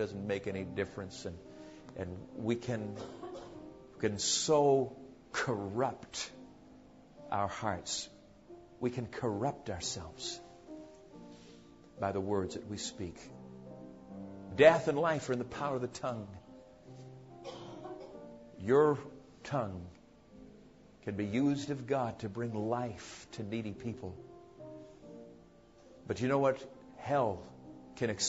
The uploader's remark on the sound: PREACHED AT CARBONDALE CONFERENCE